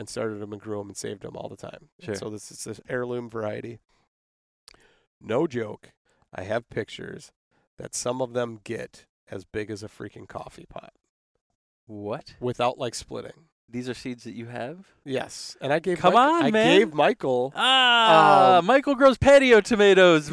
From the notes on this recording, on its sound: We sat in a park at a picnic table